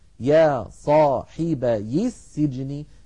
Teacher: فنحرك الساكن الأول بالكسر فتصير يا صاحبي